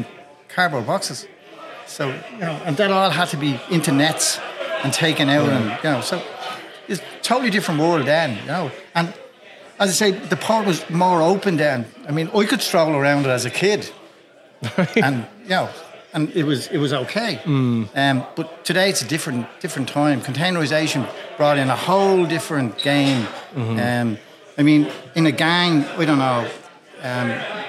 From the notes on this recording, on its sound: Special live edition of the Publin Podcast. Recorded in front of an audience at Cleary’s Pub on Amiens Street.